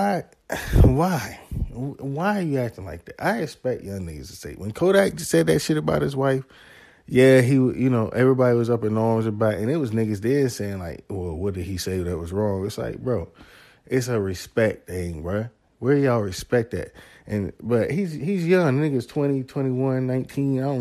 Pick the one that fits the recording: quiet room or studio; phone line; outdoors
quiet room or studio